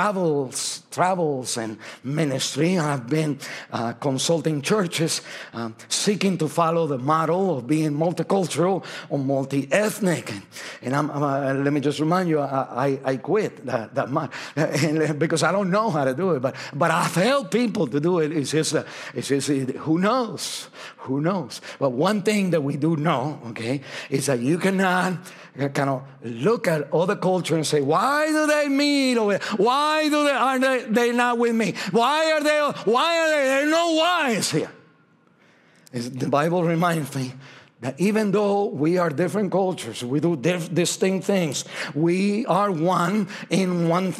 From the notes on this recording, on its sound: This message was originally preached at Highpoint Church on Sunday, November 26, 2023